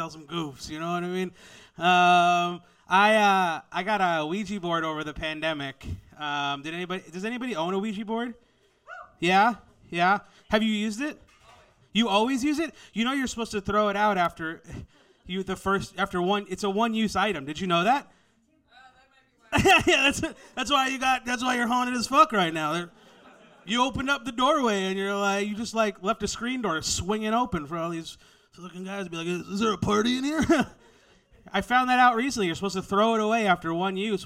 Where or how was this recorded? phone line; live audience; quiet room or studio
live audience